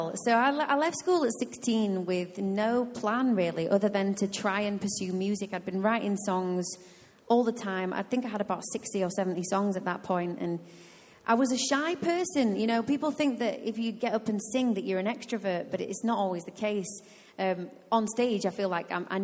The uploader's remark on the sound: Recorded live at Life Church Lancashire